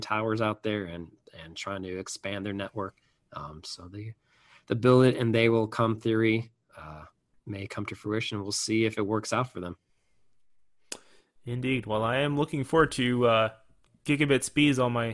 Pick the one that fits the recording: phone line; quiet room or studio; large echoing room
quiet room or studio